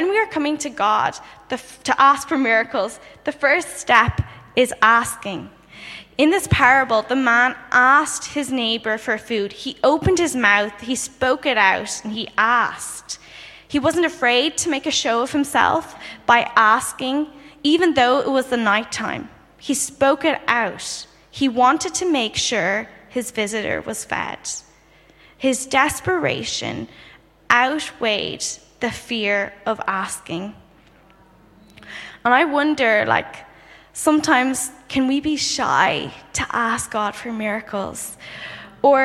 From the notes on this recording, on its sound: Saturday Morning Session of the 2023 Every Nation Campus Conference hosted by Every Nation Berlin